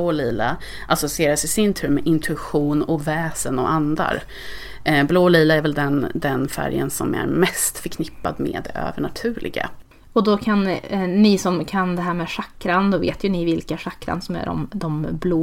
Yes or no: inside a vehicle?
no